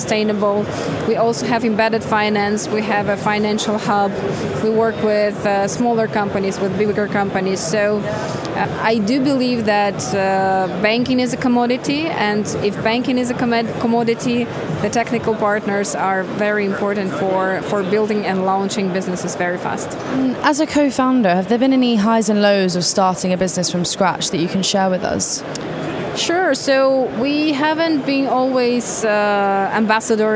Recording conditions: busy venue